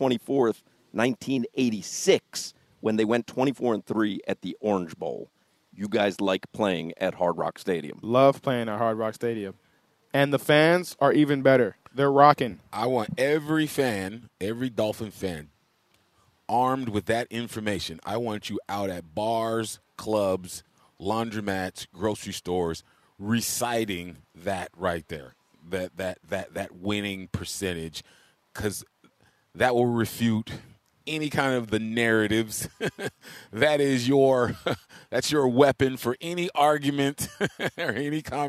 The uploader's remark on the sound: live from Hollywood Kia